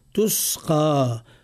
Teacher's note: نفخم حرف القاف من غير مبالغة